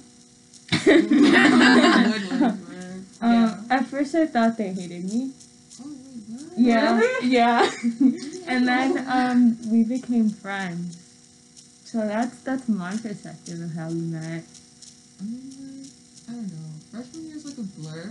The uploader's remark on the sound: We are a group of minorities in the suburbs of Chicago about to be seniors in Highschool. We apologize for the audio quality we are getting better mics we are just starting off but the content is gold. We recorded this during spring break of junior year.